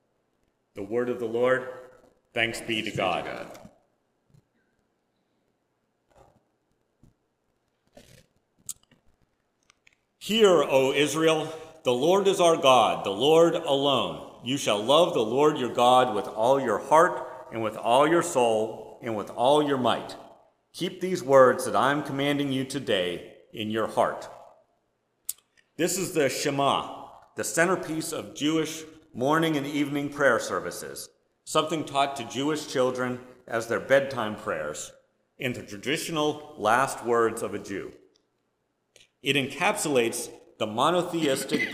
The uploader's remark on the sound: Preached at First Presbyterian Church of Rolla on October 16, 2022.